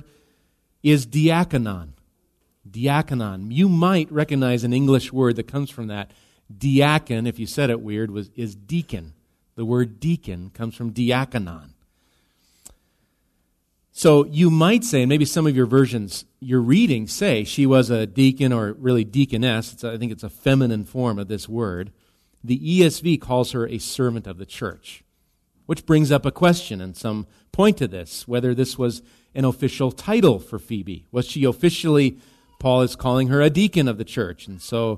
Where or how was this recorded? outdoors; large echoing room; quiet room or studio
large echoing room